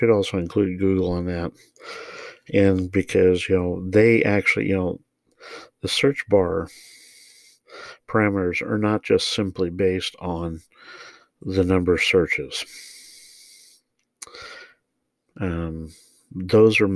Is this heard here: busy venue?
no